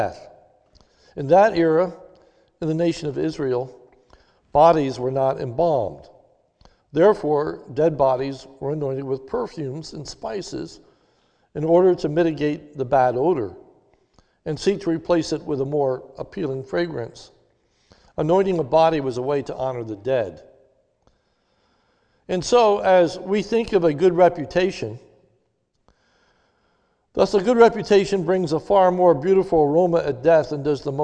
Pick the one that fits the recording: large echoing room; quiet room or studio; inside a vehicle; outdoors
large echoing room